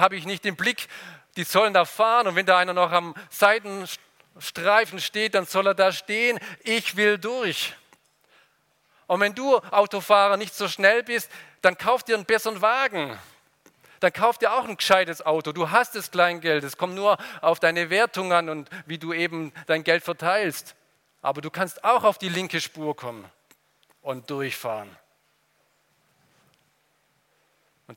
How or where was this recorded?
large echoing room